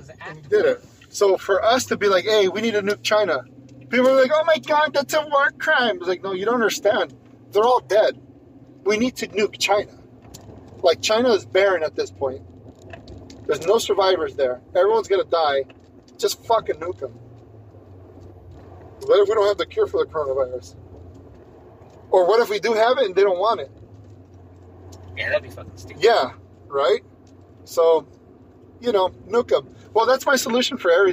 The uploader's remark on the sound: The Bunk buddies do their first podcast live, together, in a truck, on the freeway, in Los Angeles. The long awaited reunion of the bunk buddies takes place on the 5 freeway.